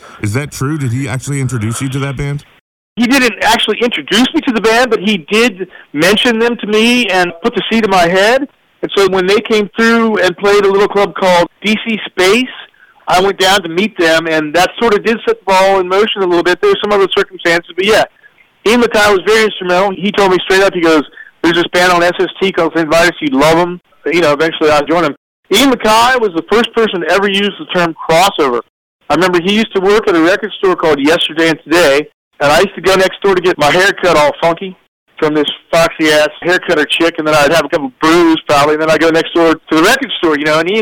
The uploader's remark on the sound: This phone interview.